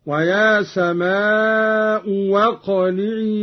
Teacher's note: قرأ قانون بإبدال الهمزة الثانية واوا